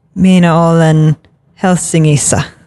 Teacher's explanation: it changes to a ng sound instead of a k